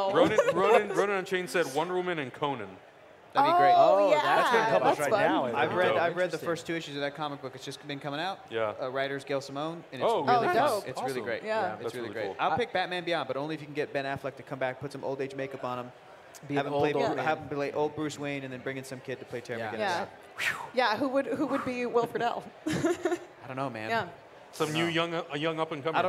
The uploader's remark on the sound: Live from TwitchCon 2017